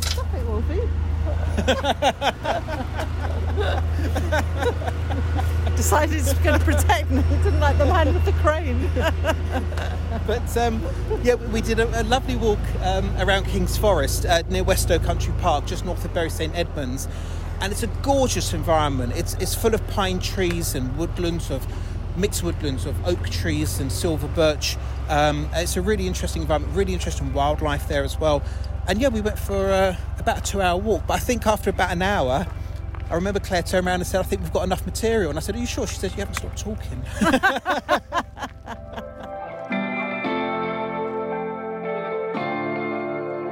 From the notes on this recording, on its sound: laces up her walking boots and takes her dog for a stroll